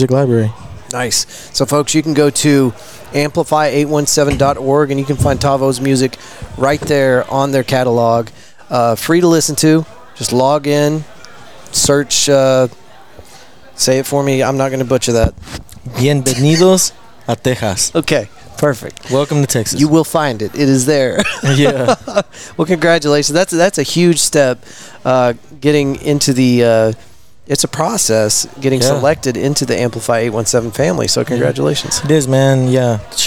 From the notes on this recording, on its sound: We were invited to Tulips for an excellent night of music and podcasting with some of our cities most well-known hip hop artists for this recording.